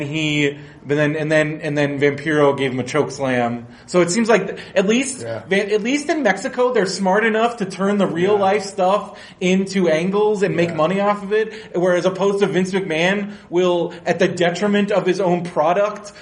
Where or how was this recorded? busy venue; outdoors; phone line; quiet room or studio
busy venue